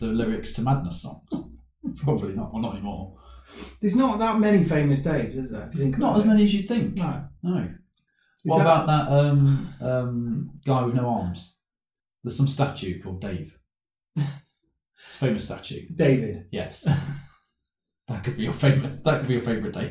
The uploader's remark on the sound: We don't know why this episode sounds like we recorded in a tunnel. Normal sound quality will return next time we hope.